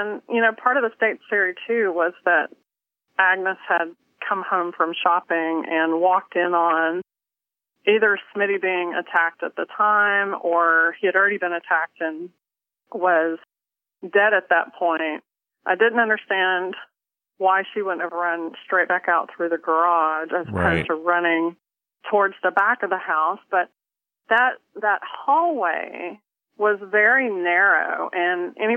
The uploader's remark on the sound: On the phone.